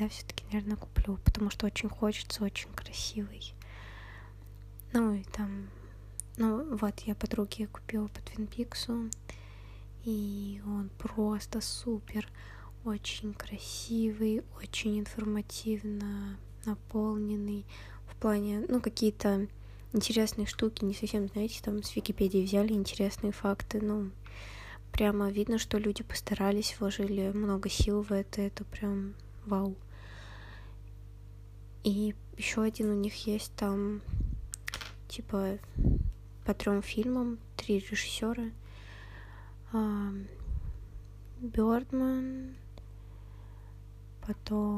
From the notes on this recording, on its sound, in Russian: Сегодня какое-то тяжелое дыхание. Соре за шумы.